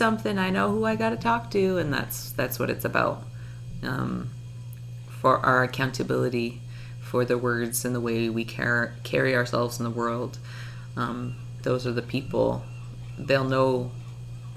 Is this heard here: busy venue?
no